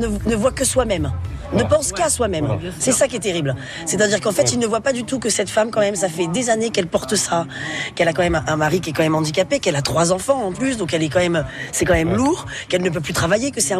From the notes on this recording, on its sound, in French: Une Rencontre réalisée en janvier 2019 au 22e Festival international du film de comédie de l'Alpe d'Huez en Isère.